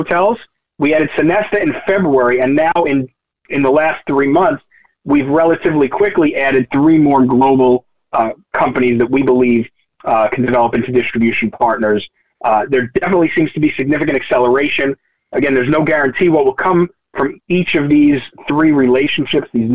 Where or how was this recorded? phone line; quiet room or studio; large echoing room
phone line